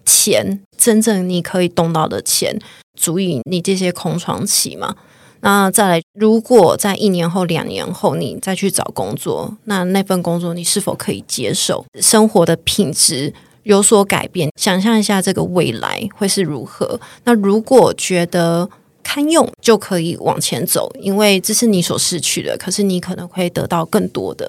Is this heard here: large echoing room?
no